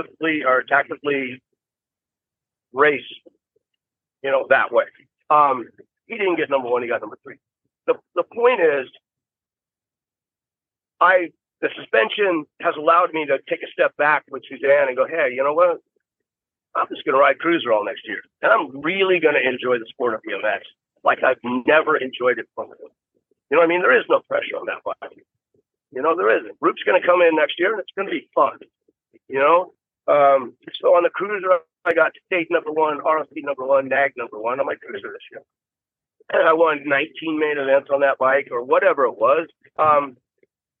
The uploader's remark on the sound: while he was driving